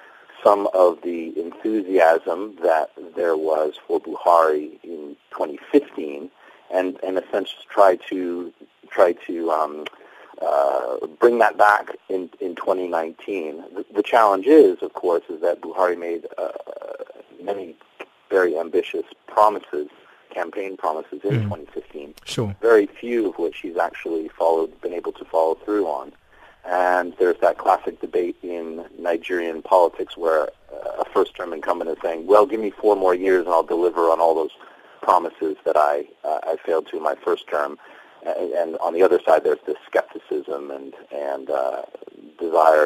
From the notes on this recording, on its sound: we are joined on the line